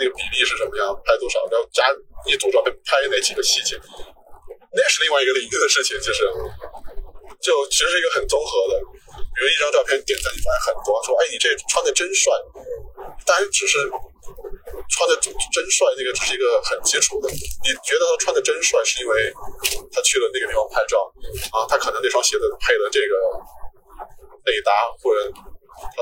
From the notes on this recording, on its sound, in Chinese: 本期为户外录音，音质不佳敬请谅解。